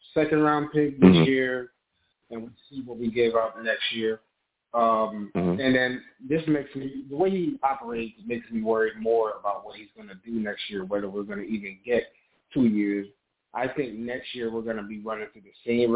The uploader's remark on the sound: I take live callers!